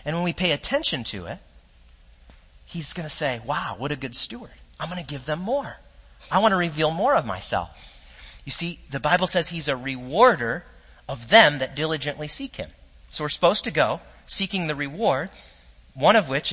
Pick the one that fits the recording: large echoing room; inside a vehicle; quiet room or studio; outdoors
large echoing room